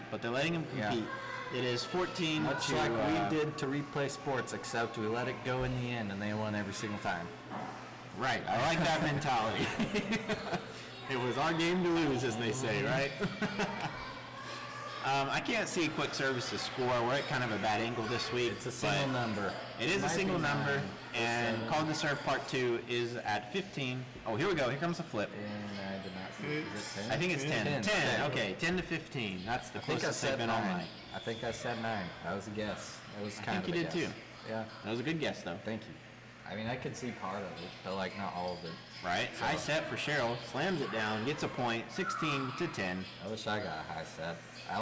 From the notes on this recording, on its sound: Let me once again apologize for the quality of the audio. I am so sorry that it is distorted this week. We are trying out different settings on our microphone and have not found the one that works best yet. I was not able to test the audio before we recorded.